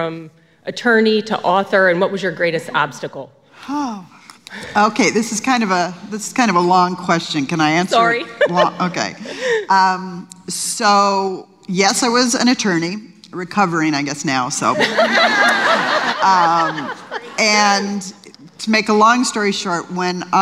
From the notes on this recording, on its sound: LIVE conversation. With an audience Q&A.